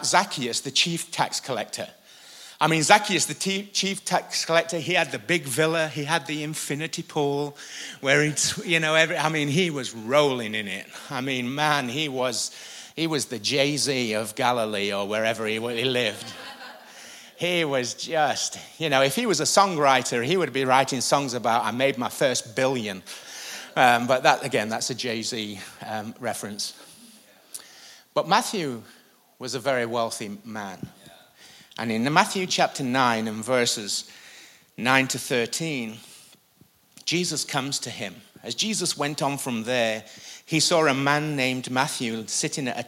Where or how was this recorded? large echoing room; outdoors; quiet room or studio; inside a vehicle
large echoing room